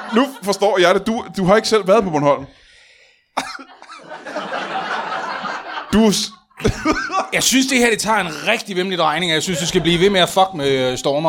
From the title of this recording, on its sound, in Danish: LIVE fra Kolding